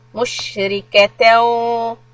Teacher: when sheen has the سكون we want the hissing sound